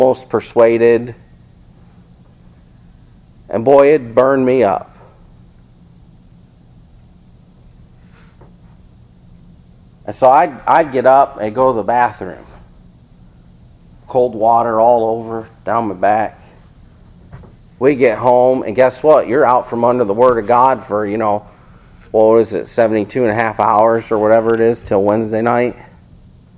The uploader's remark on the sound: This Sermon Was Preached At Faith Babtist Church In Seffner Fl.